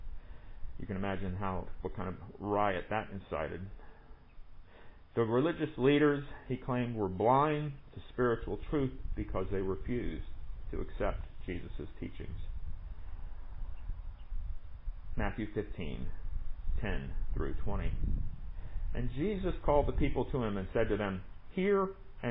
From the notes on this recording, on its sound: Recorded at MPPC on Sunday, August 16, 2020, under the pavilion.